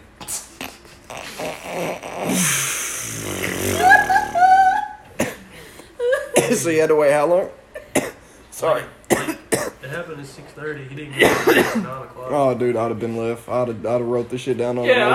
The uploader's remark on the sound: Forgot the recording equipment!